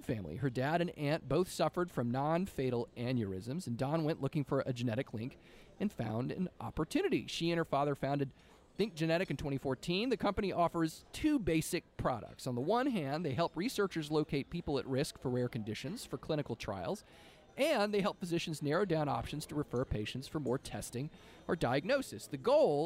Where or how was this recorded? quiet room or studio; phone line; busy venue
busy venue